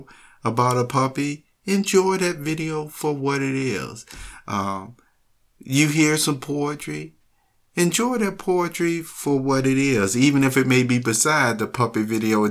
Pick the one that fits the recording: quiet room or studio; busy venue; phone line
quiet room or studio